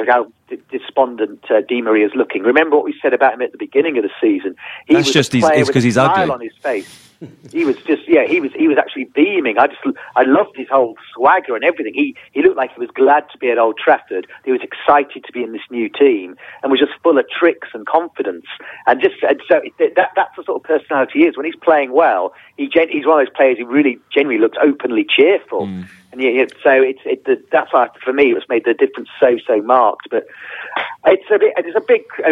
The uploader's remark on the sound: on the phone once again